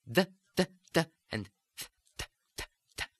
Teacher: They are the Italian dentals, and you have the tongue hitting the back of the teeth. So it's much more of the plosive sound.